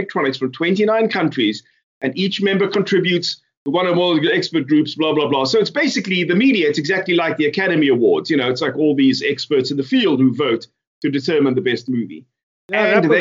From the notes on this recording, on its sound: Recorded via Skype